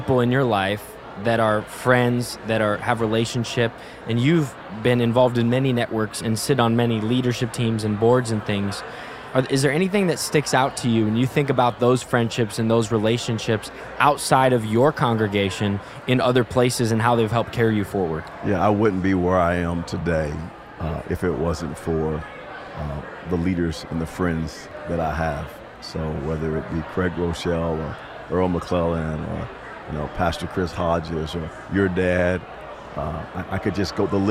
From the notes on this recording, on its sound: One of the speakers at River Valley Conference 2023. This special episode that we filmed live at our Conference lobby.